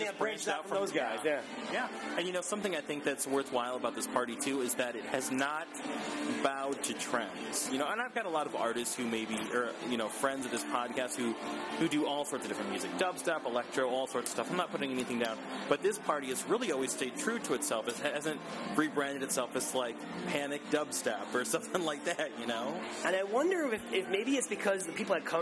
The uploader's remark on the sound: In an interview recorded at the last Panic dance party at Darkroom.